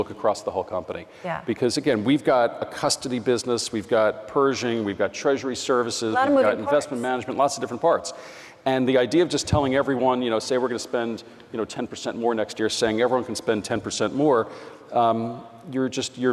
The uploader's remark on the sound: Live from BNY Mellon Insite 2018 Conference.